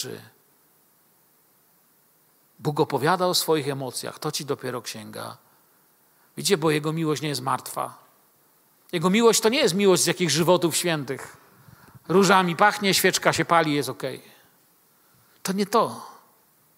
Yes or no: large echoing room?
yes